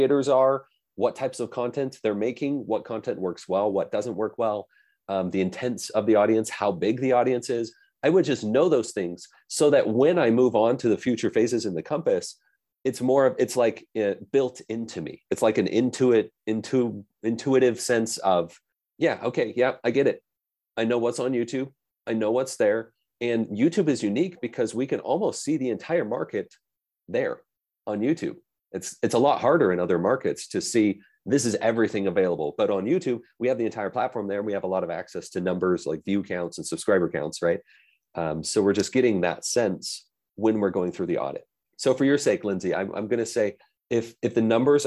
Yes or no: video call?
yes